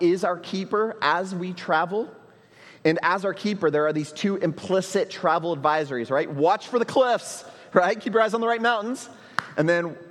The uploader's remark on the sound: at Trinity Church, Puerto Rico